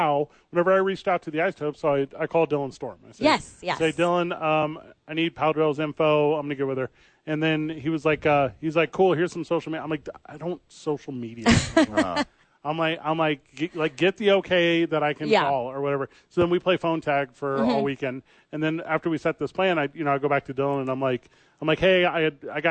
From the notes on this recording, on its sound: live from the YMCA